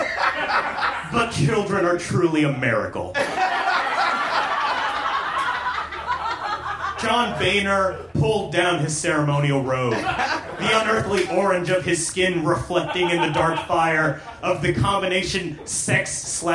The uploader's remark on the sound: Recorded live at The Virgil in Los Angeles.